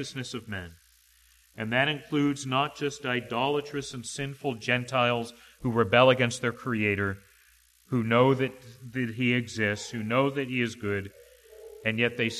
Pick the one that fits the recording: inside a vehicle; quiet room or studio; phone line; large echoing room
large echoing room